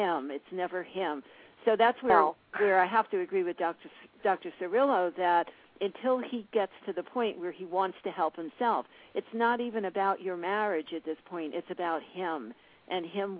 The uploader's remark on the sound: Live call-in radio talk show.